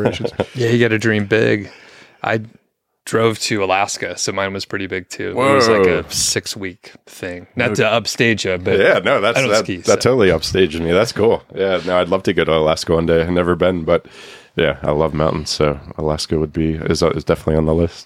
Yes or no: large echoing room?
no